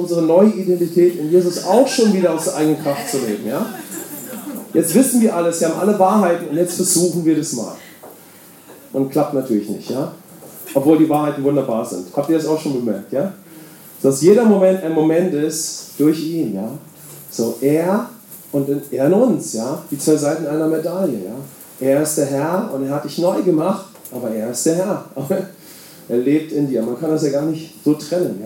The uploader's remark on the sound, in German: Wir bitten die geringere Aufnahmequalität zu entschuldigen. Bei der Aufnahme gab es technische Schwierigkeiten mit unserem Mischpult. Deshalb mussten wir die Sicherheitsaufnahme mit einem Iphone verwenden.